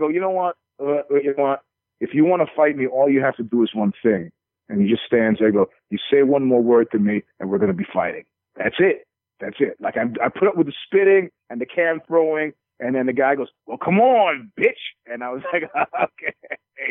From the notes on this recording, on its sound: joined on the phone